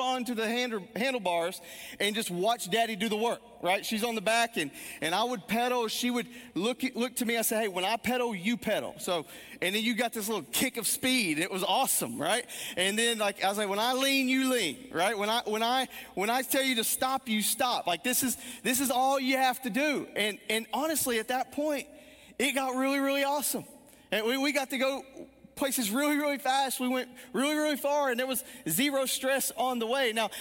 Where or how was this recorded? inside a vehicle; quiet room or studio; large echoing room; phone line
large echoing room